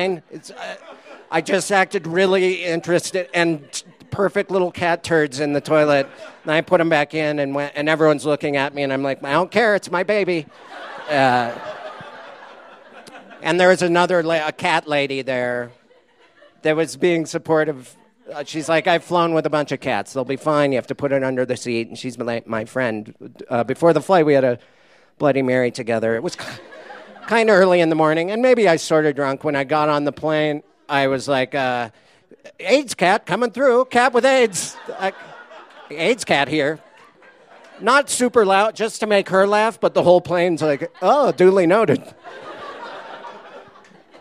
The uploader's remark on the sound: These stories were recorded at The Deer Pile on March 20, 2014